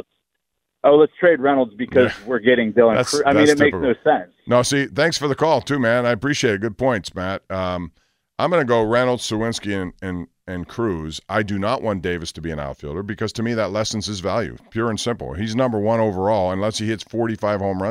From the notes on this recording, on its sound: This fan called